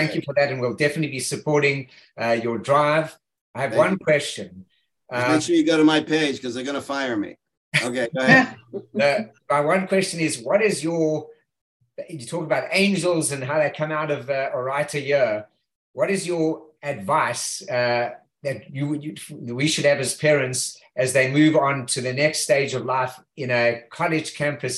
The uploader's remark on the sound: Gives a shiur over Zoom. On Illuminate, Orayta's virtual adult beit midrash.